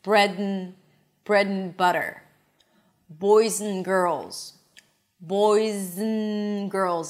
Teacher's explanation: So the a as in cat is reduced to a neutral sound, to the schwa. And instead of and, we say n.